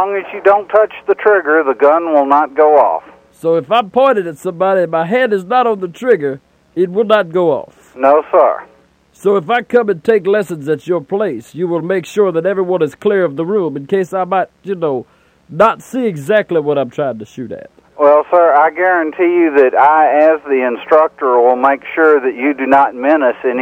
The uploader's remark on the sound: Prank Phone Calls.